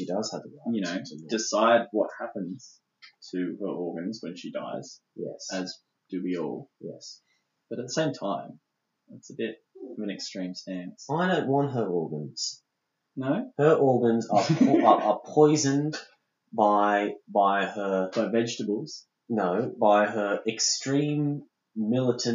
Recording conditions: poor sound quality